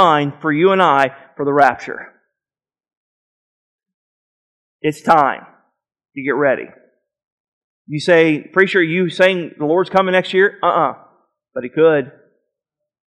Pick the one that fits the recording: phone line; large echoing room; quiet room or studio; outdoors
large echoing room